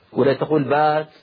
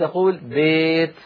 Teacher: ونحن في العامية نستخدم كلمة البيت، بيت، ونقول زيت، نفس الصوت هذا هو الإمالة الكبرى. · Shown in: second take